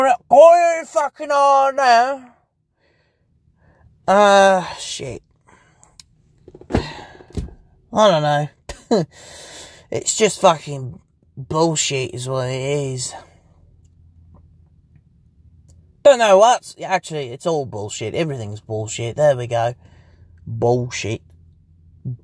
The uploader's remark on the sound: Basically just me rambling in my car because I was locked outta my house.